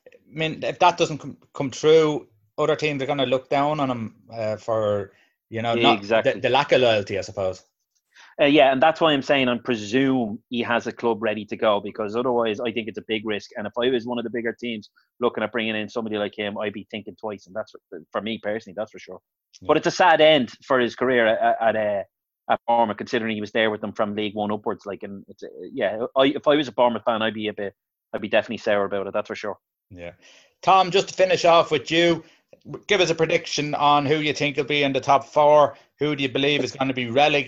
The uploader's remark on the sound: Zoom Show